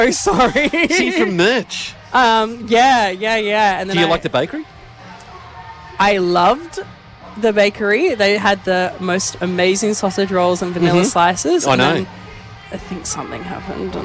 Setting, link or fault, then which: setting, outdoors